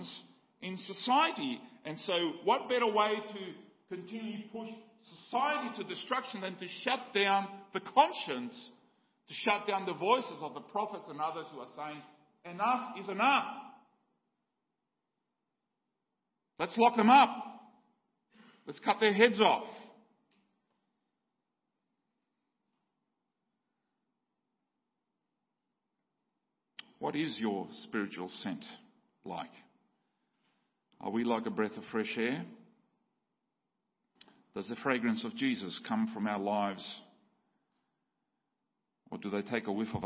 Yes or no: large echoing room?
yes